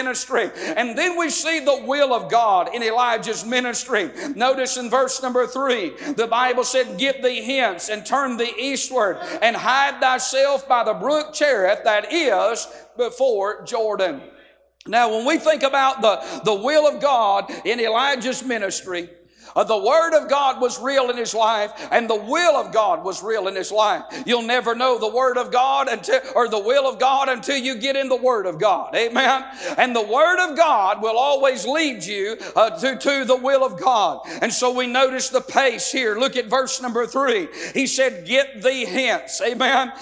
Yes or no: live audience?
yes